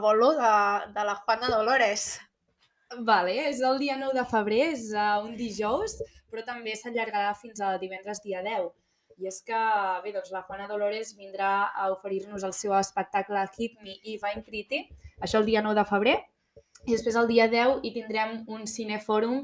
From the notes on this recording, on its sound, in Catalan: És el primer episodi i això vol dir que segurament hi sentireu problemes de so, de guió, etc.